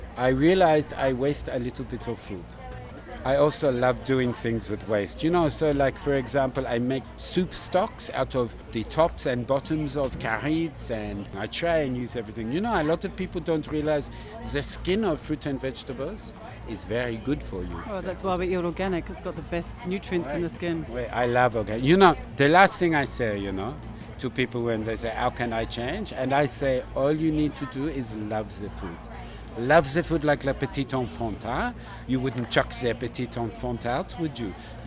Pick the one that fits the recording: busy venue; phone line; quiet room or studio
busy venue